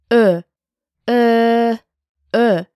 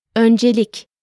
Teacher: ö is the front rounded and low vowel. It's written like an o with two dots on top of it, and the sound corresponds to the e at the start of early.